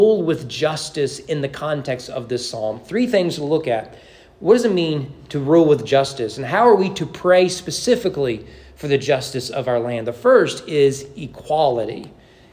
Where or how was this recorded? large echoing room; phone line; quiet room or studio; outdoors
large echoing room